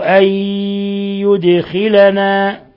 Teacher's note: نون ساكنة جاء بعدها الياء، الحكم التجويدي إضغام بغنة